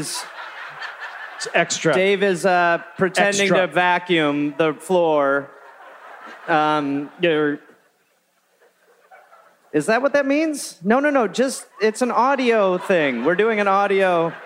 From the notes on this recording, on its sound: live in Detroit